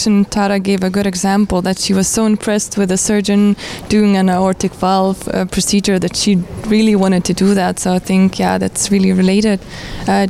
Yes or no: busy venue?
yes